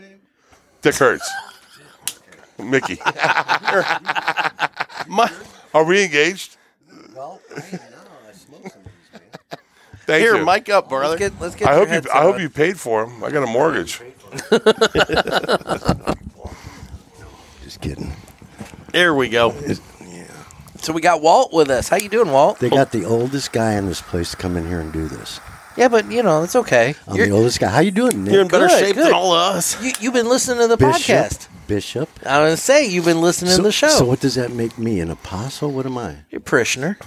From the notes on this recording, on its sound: We're coming to you from the JRE Tobacco Aladino Mobile Studios at Rivermen Cigar Company. Rivermen Cigar Company was hosting an All Saints event.